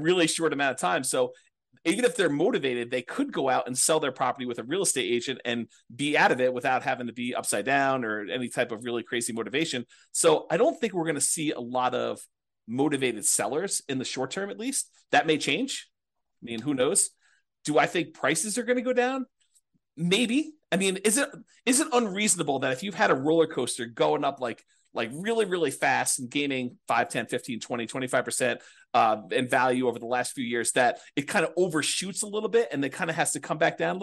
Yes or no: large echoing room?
no